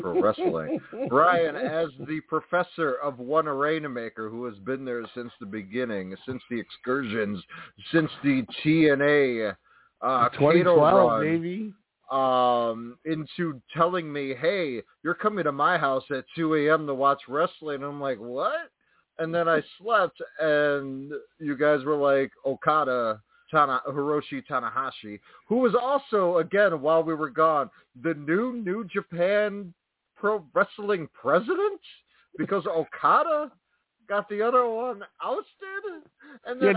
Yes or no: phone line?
yes